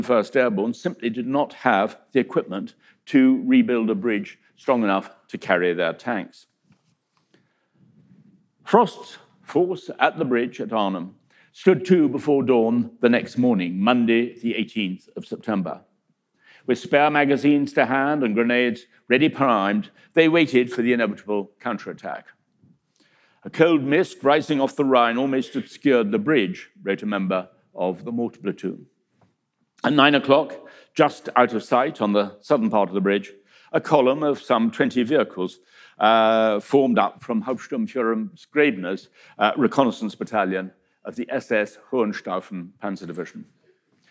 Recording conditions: live audience